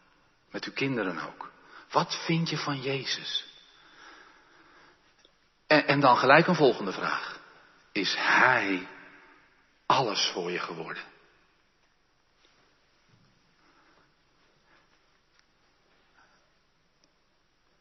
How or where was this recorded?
large echoing room